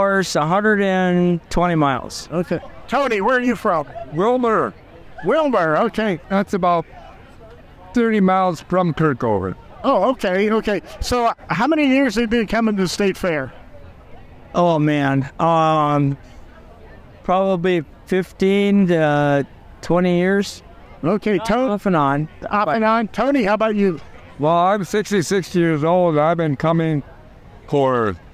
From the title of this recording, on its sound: Live from the MN State Fair